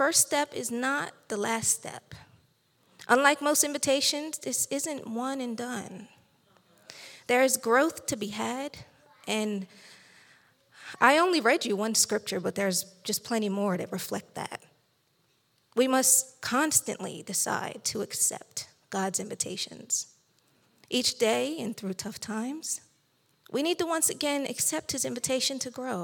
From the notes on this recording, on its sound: recorded live on November 20th, 2022 at Newark United Pentecostal Church.